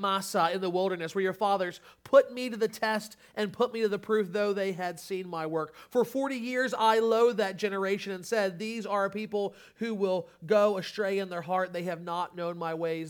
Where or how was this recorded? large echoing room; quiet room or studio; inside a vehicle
large echoing room